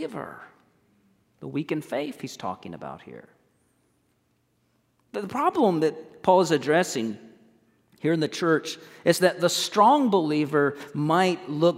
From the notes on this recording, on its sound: recorded on 05/07/23 at First Baptist Church in Mount Washington, KY